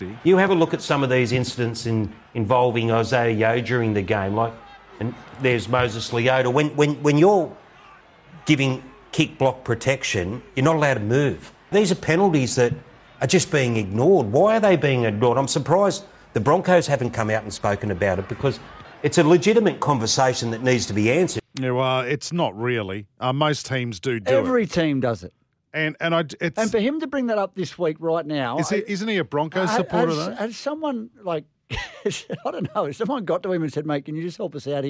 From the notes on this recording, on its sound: live from the 2023 Dally M Awards